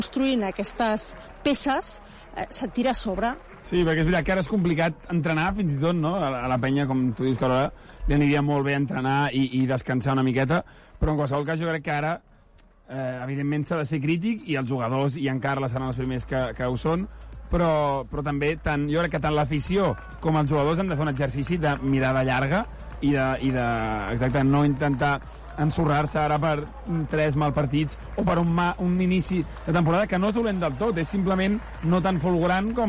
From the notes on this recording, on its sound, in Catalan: Transmissió en directe del partir Venice vs Joventut.